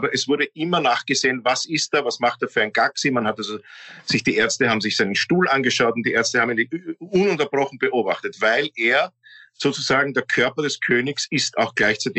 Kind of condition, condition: link, video call